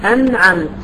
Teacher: الغنة الناقصة اللي هي في النون والميم الساكنتين المظهرتين